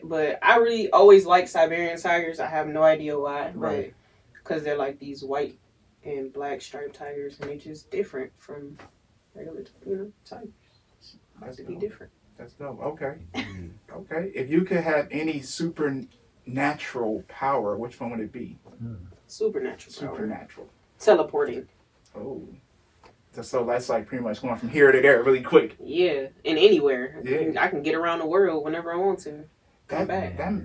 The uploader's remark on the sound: Sorry for the technical difficulties with the audio